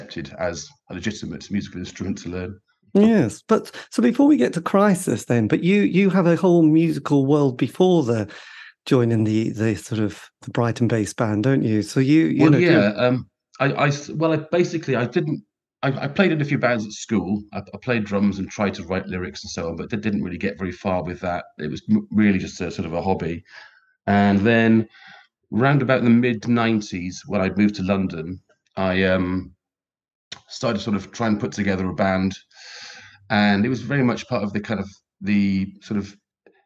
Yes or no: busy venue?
no